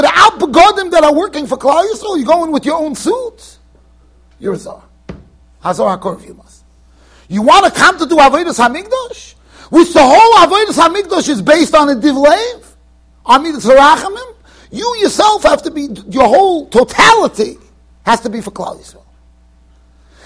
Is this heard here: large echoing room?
yes